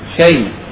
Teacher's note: لما نقف على كلمة شيء نقف بإيش في أحد الأوجه؟ شيء، ننقل حركة الهمزة إلى الياء ثم نسكن · Term: النقل